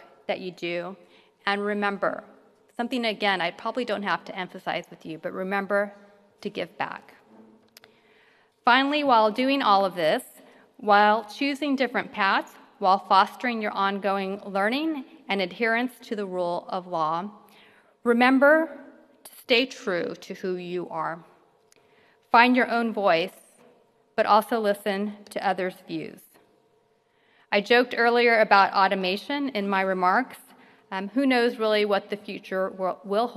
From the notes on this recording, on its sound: gives the keynote address at the 55th annual commencement ceremony of the UC Davis King Hall School of Law